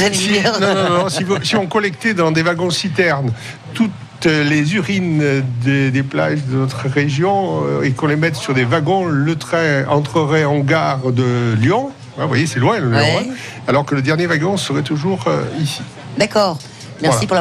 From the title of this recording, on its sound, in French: en direct du plus beau marché de France à Sanary sur mer